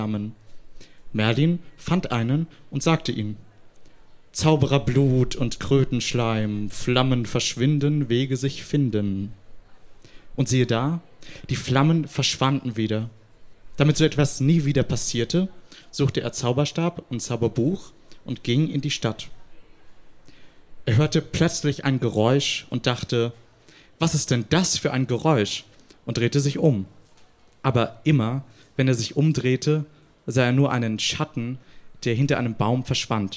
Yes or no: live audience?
yes